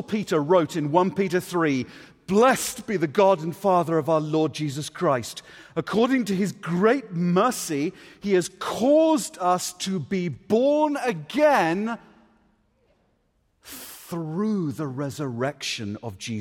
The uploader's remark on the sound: The following message was given at the Ligonier 2016 National Conference.